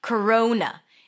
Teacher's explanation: We start with a K sound, then it's a schwa, k, ro, o as in go, coro, and then n, corona.